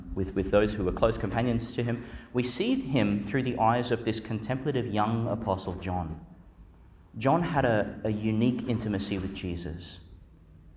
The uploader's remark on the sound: Homily for the Feast of Saint John, Apostles, Evangelist (Tuesday in the Christmas Octave), delivered at Our Lady Star of the Sea Church, Gladstone, Qld.